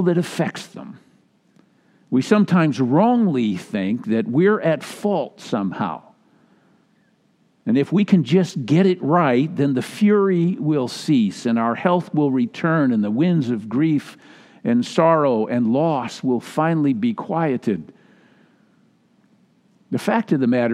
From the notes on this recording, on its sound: Message delivered during the Traditional Worship Live Stream. Message delivered during the Traditional Worship Live Stream.